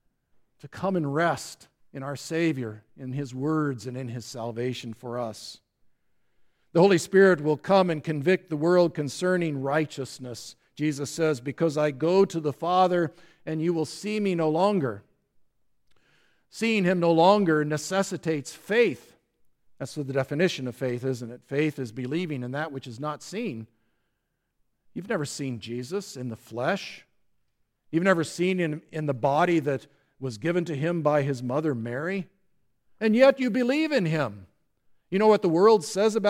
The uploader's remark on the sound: the service for the Fifth Sunday after Easter at Grace Lutheran Church, Lexington, MO